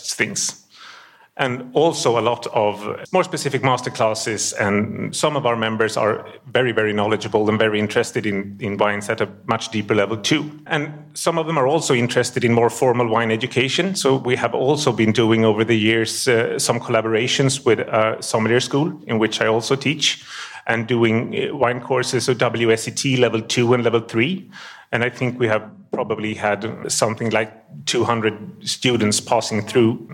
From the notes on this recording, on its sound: Wine2wine Business Forum 2023. Recorded during the Forum held in Verona in November 2023. Wine2wine Business Forum is an international wine business event, held annually in Verona, Italy since 2014.